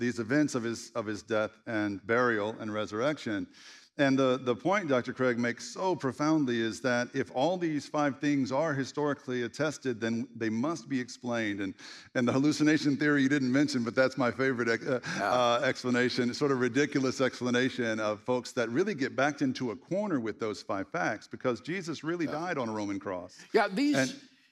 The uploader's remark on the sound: At The Story Church. A special live conversation.